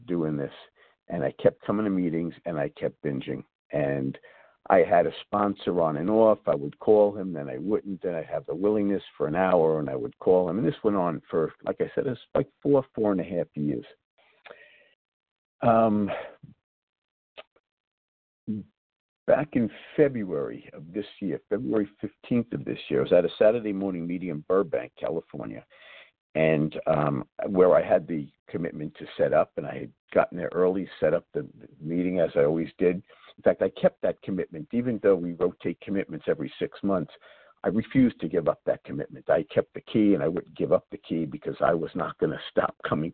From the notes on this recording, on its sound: 100 Pounders Phone Meeting.